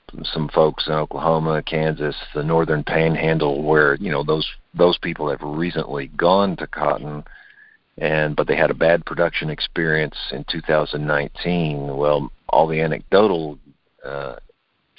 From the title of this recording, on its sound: Jan 2020 Monthly Conference Call